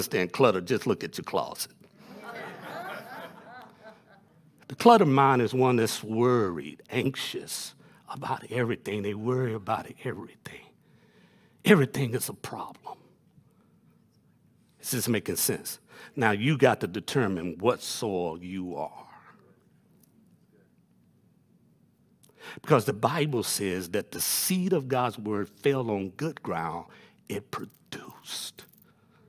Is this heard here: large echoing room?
yes